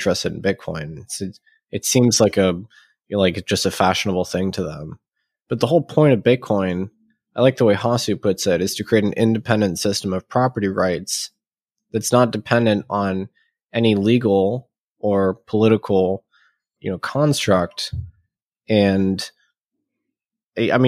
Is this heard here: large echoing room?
no